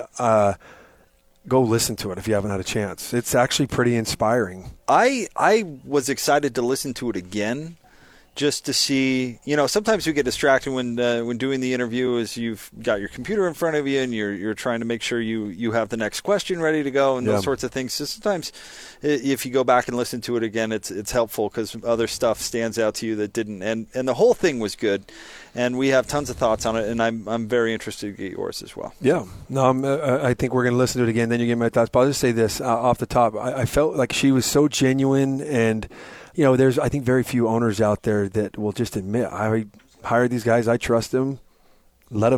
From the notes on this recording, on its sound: LIVE at 'The Warehouse'